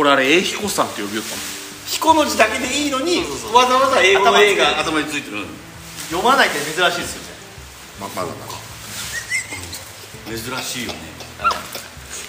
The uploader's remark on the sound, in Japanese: 今回は福岡県田川郡添田町英彦山の英彦山ガーデンキャンプに金曜日の焚火会3人と。英彦山ガーデンキャンプは、その昔アイススケート場でしたが、その後しばらく花園として営業されてあった跡地を現オーナーが開拓し、2021年にリニューアルして出来た全6区画のオートキャンプ場です。